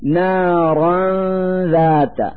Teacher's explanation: في هذا المثال نلفظ النون الساكنة التي هي فتحتان على الراء من كلمة نارا من مخرج الذال من كلمة ذات، فنقول نارا ذات مع إظهار الغنة التي تدل على وجود النون الساكنة.